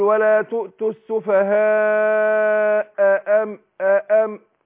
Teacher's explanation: ما تسقطيش همزة من الاثنين · Term: الهمزتين